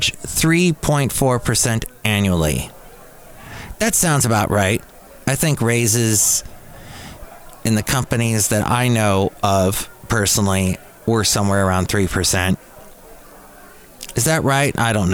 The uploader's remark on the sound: Podcasts live from Cafe Anyway.